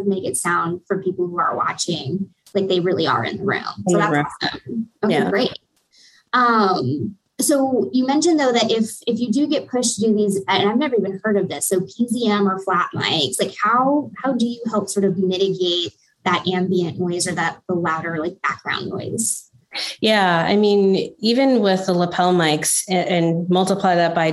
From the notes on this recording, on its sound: In this webinar recording